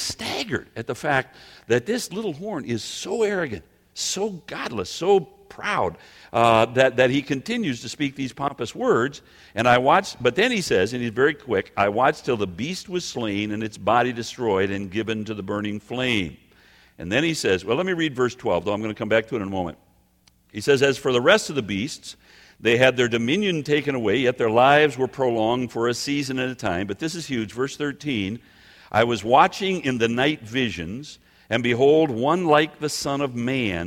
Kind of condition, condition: setting, live audience